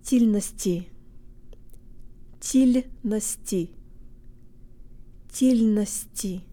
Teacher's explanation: Your tongue should not be doing too much moving through these syllables. It's even okay to say the soft L out of one side of your mouth